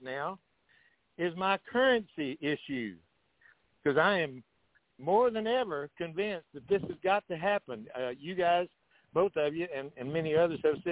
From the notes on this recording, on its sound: TNTSuperfantastic Conference Call.